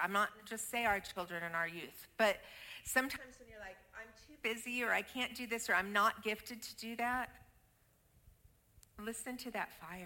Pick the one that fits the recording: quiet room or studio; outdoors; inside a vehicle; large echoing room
large echoing room